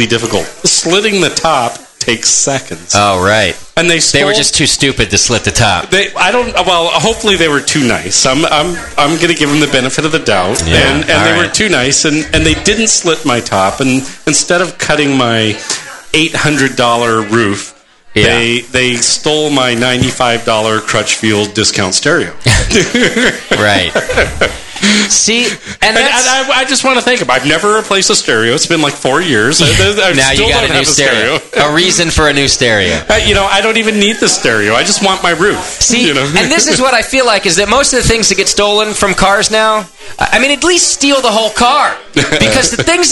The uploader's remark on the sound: Live from Downtown Joe’s.